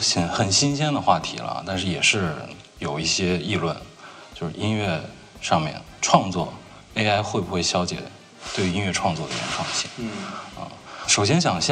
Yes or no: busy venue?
yes